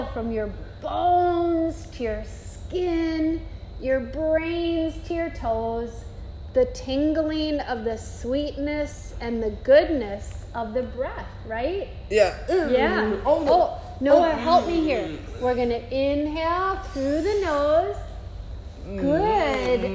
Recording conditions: busy venue